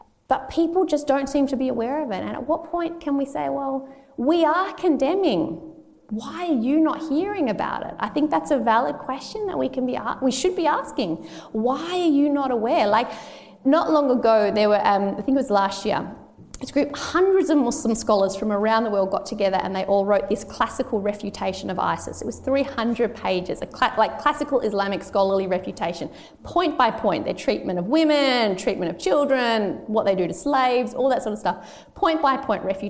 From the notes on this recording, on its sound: This episode includes questions from the audience, and at some points can become a little hard to hear. We’re working on improving our recording techniques.